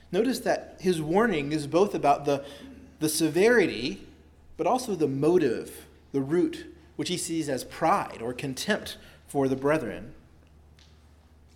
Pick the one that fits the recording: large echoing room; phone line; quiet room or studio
large echoing room